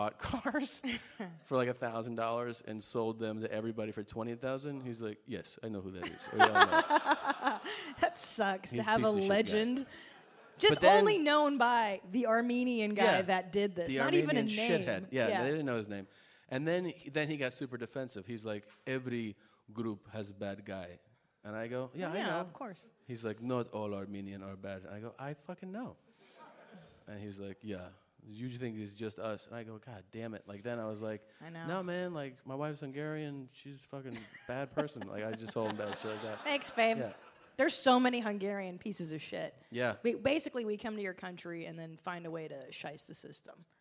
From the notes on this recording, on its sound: Live From Brooklyn. There's nothing quite like a LIVE Mom in front of other Mom's, knawmean?